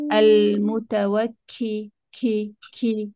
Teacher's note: صوت الكاف لازم يكون فيه همس